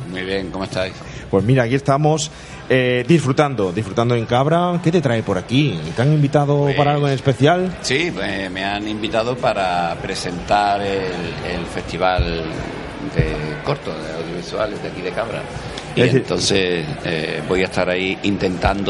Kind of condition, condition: setting, busy venue